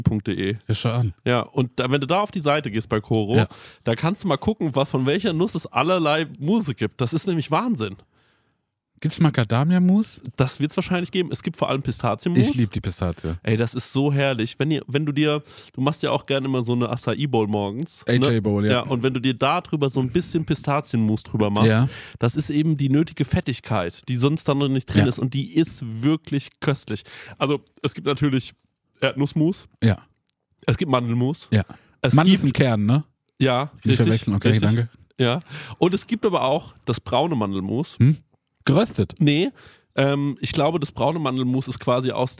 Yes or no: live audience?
no